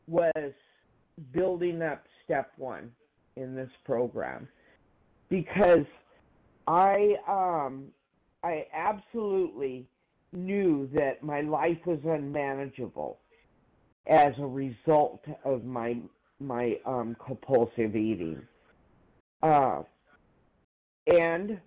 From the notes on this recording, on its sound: 100 Pounders Phone Meeting